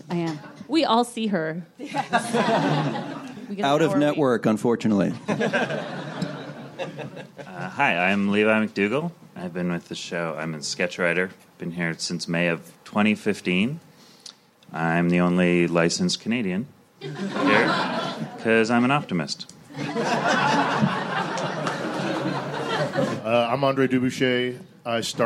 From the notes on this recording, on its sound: Recorded April 14, 2016 at the Nerdist Theater at Meltdown Comics.